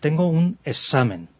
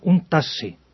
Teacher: Hay que evitar pronunciaciones en las cuales pronunciamos como si hubiera ahí dos S · Term: asimilarlo